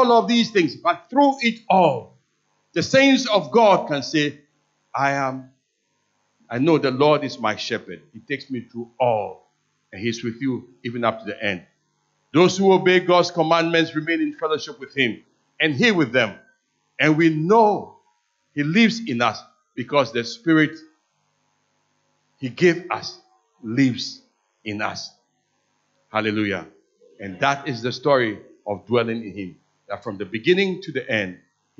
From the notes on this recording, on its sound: Sermon preached at CBC Adabraka Campus